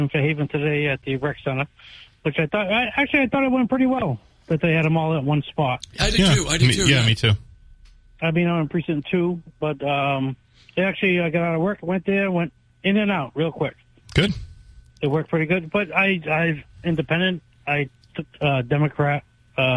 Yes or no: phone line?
yes